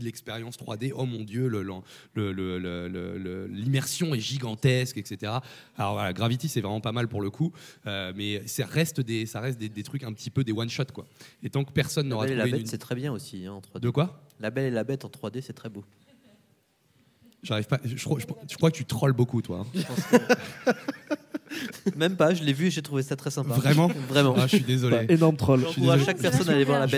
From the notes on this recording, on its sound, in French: Table ronde Les nouvelles expériences du jeu vidéo, enregistrée lors de la première édition du festival Geek & Game à Paris.